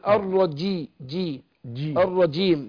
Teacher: بيتقفل نص وسط اللسان مع الحنك الاعلى